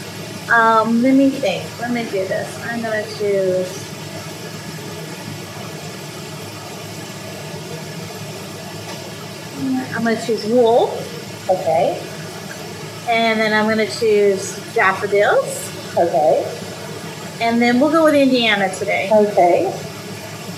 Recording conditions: sounds in the background